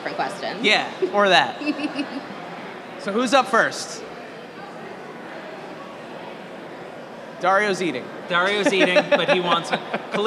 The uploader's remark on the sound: We recorded our first ever live episode of the pod at Zapp Con. In this special LIVE edition of Adventures in Collecting.